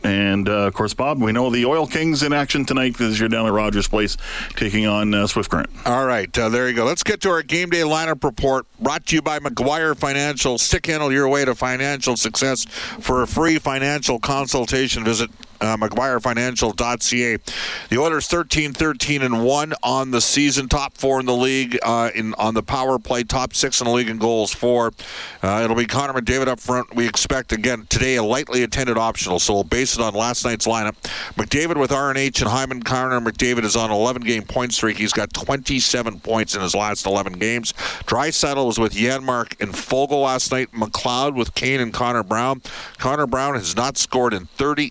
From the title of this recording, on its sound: opens the show from Rogers Place